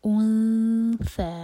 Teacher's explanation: جب ہم نے او پڑھا تھا تو وہاں پر دمہ تھا تو ہمارے ہوٹ گول تھے، لیکن جب نون پر پہنچیں گے تو ہمارے ہوٹ گول نہیں رہنے چاہیے، فلیٹ ہو جائیں گے. اون ث، اور ث دوہر کا لمبا. · Term: اخفاء